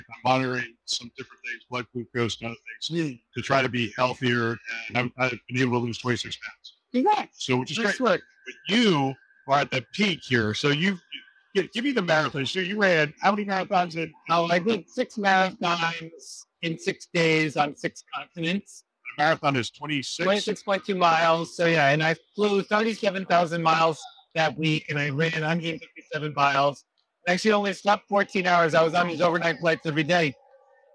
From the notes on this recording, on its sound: Today on the Conference channel, it’s an Interview in Action live from HLTH.